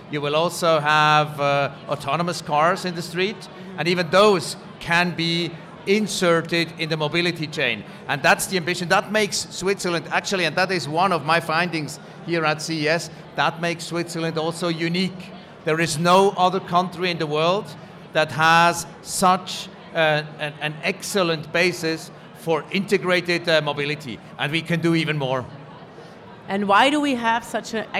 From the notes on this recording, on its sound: Recorded LIVE From CES. 30 Swiss startups presented their innovations at the Swiss Tech Pavilion presented by PRS, Switzerland Global Enterprise, digitalswitzerland and swissnex at the world’s leading global tech conference. Recorded LIVE during the conference.